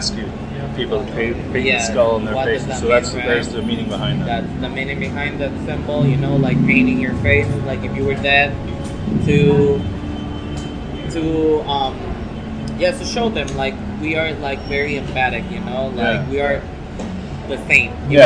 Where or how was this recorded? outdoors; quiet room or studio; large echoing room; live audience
outdoors